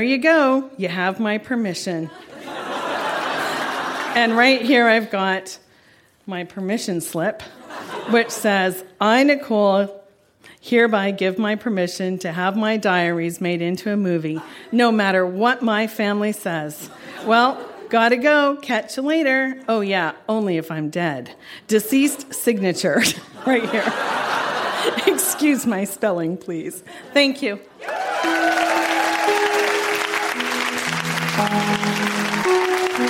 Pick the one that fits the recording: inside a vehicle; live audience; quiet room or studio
live audience